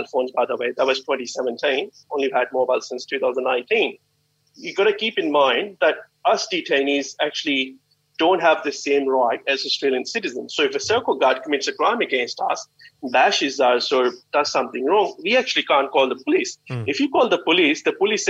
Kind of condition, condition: link, video call